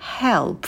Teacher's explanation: Звук «х» очень легкий. Это ваше дыхание. Потом звук «э».